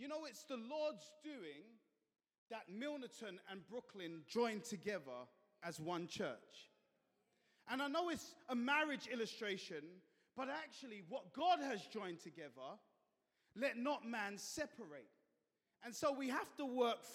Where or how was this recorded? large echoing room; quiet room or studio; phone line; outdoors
large echoing room